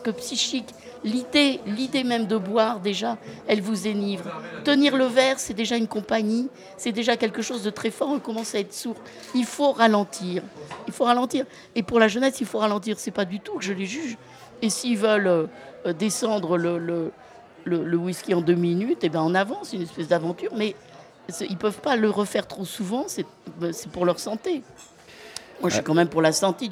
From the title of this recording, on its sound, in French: En direct du festival BU